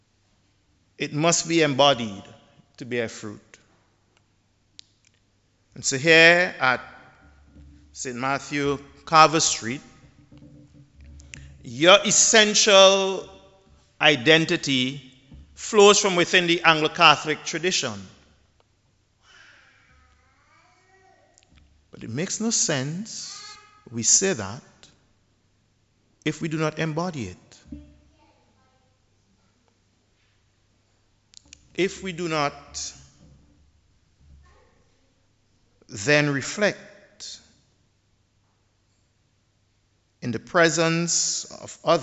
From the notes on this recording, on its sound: The Dean of St George's Cathedral, St Vincent and the Grenadines, preached at the 11:00am Mass.